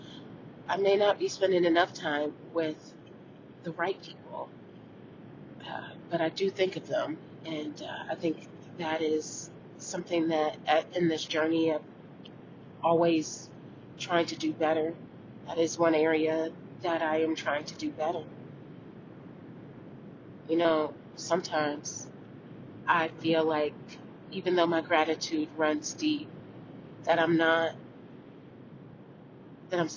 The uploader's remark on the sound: On the road. She is in the car, recording.